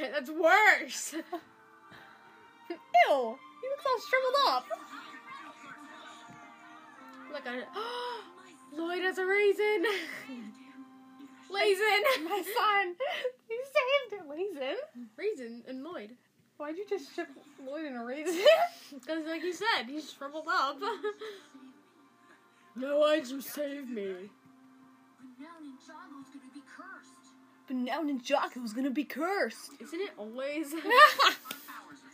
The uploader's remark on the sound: I can’t believe I didn’t plug in my mic. That’s what I get for going on vacation.